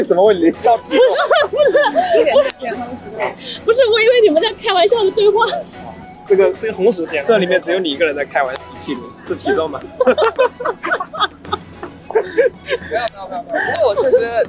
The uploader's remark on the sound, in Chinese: 它是我们10月份露营的时候和朋友的一次闲聊，那天夜幕降临后，我们点起了篝火，大家围坐在一起一边烤红薯一边聊天。聊天进行到某个节点，有人按下了录音键，记录了这次谈话。由于我们是在户外，没有专业的录音设备，大家互相坐的也比较远，所以音质非常糟糕。